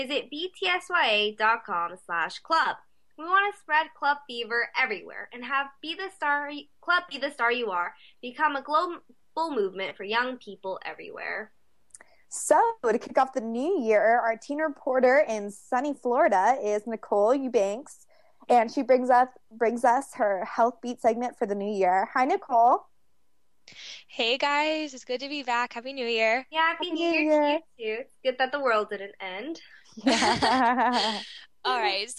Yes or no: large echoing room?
no